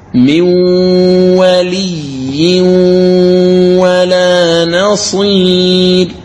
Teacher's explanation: هذا تنوين بعده الواو، إذن تدغم نون التنوين في الواو وتغنها بمقدار حركتين · من الميم تقرأ واو مشددة وتعطيها الغنة بمقدار حركتين · Term: الإدغام الناقص